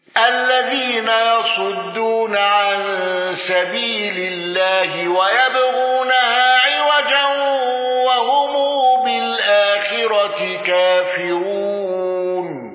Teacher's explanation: ابن ذكوان بالسكت على ال